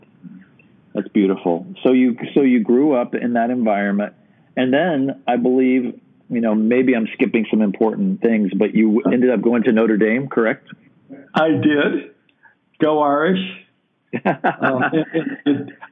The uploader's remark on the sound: I do a phone interview